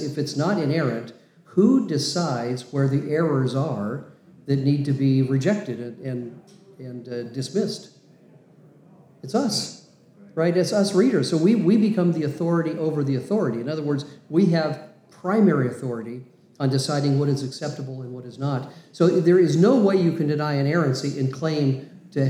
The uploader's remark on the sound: Interview at Men's Retreat. This recording took place live at our 2023 men's retreat.